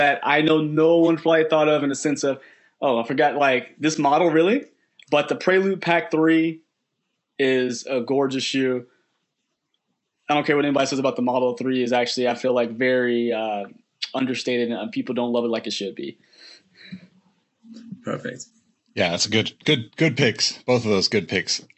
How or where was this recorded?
video call